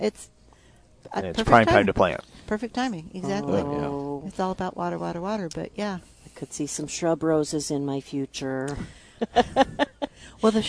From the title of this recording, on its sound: Live at Prairie Gardens